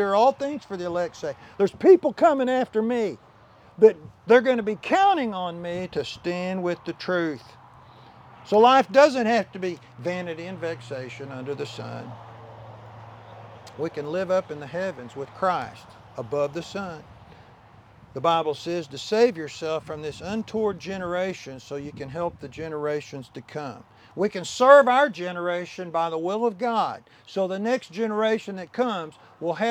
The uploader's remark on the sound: Land Dedication Service - outside at the new Cornerstone Baptist Church property.